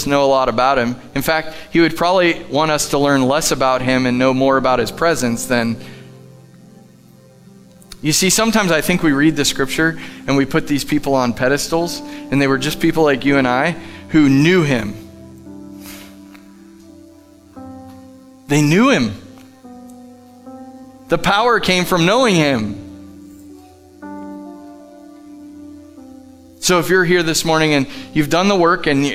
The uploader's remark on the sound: Live from The Summit Church in Dover, OH